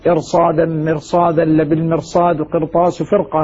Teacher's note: هذه تفخم الراء فيها قولا واحدا لوجود حرف الاستعلاء بعدها